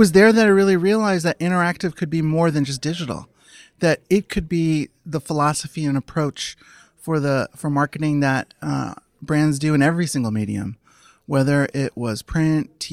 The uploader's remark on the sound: Live from Advertising Week